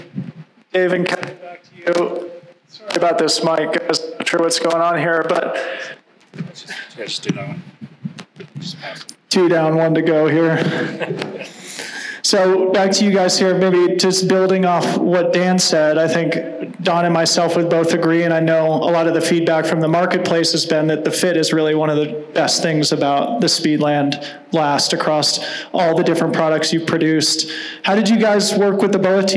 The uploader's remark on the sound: This live podcast was recorded on 11/10 at BOA Headquarters in Denver, CO.